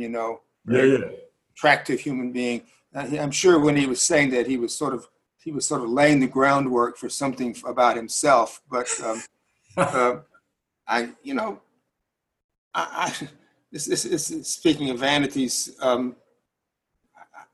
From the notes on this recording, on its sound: Live Recording. This conversation was recorded online during the Covid-19 crisis.